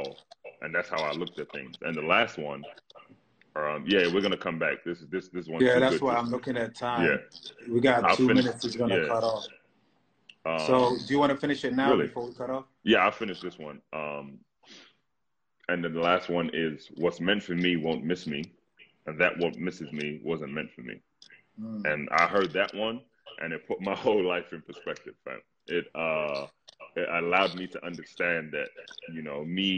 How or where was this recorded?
video call